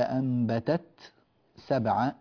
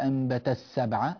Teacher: التاء هنا جاء بعدها حرف السين، فينبغي إظهار التاء · Shown in: first take · لا نقول أنبت السبعة، هذا غير صحيح في رواية ورش.